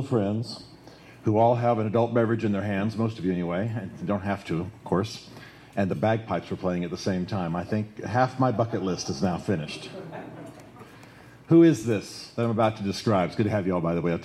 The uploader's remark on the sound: Live: From The Great Man Event, May 27th, 2014. At The Standard Restaurant in Nashville, Tennessee.